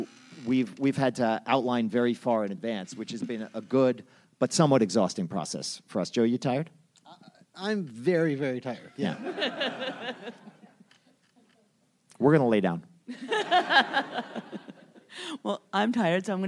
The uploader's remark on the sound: Recorded at ATX Television Festival